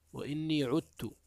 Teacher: ذلك أن الحرفين إذا تقاربا في المخرج، إذا تقاربا في المخرج أو تجانسا في المخرج، فإن العرب تدغم أولهما في الآخر متى سكن الأول، فيدغمون الدال في التاء · Term: إدغام